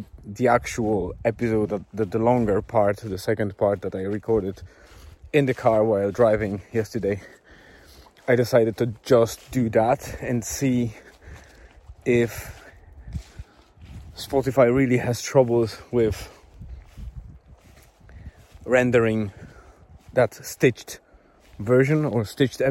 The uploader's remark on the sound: I decided to dictate this post on my phone as I walk through the forest and while my wife is doing her daily walk at Murvagh Beach.